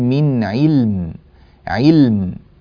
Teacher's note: في الآية 24 من علم، الوقف على اللام والميم، اجتماع الساكنين في كلمة من علم، علم نعطي اللام زمنها من البينية والميم زمنها من البينية التي شرحناها في أول هذه الحلقة، فنقول من علم، علم فنعطي اللام زمنها ثم نأتي بعد ذلك بالميم ونعطيها كذلك زمنها